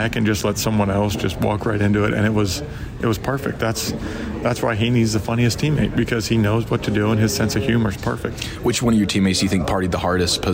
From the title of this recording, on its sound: live from Spring Training